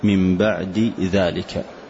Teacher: فإذا تحرك الأول والثاني أيضا تحرك فإنه يسمى متقاربين كبيرين، كما في قوله سبحانه من بعد ذلك، فالدال والذاء مخرجهما متقارب والصفة مختلفة. فالدال من حروف القلقلة مثلا، والذاء من حروف الإذلاق، فهنا يسمى متقاربين كبيرين.